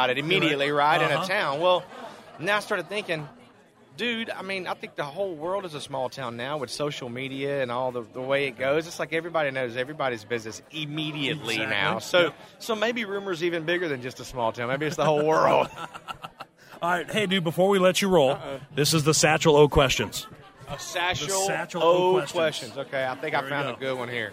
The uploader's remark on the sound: At Music Row Live during CMA Week in Nashville.